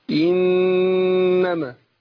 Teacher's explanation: إنما النون هي مشددة خدت غنة حركتين